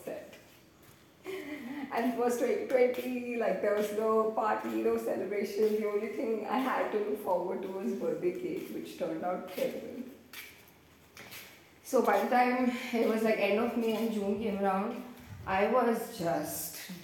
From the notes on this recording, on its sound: Sorry about the audio on this one.